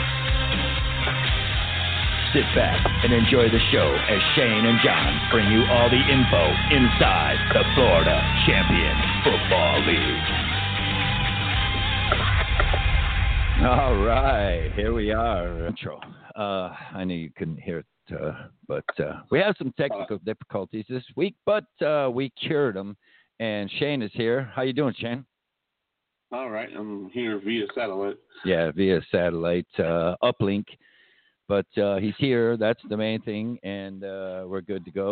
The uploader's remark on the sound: call in's all show long